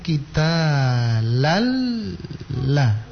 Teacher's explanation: tanwin itu langsung melebur ke lam yang berikutnya tanpa disertai suara mendengung. · Term: idgham bila gunnah